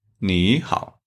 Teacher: when there are two third tone together, and the first third tone change to second tone